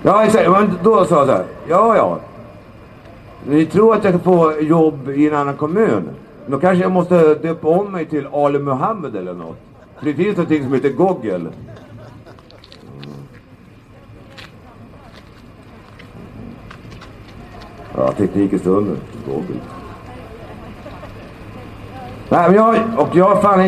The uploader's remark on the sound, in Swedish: talar på Mynttorget 10 mars 2019